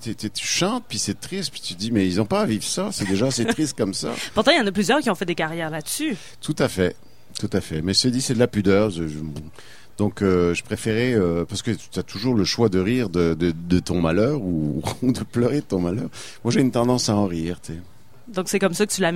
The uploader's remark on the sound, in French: En direct du bar le Sacrilège, sur les ondes de CKRL 89,1.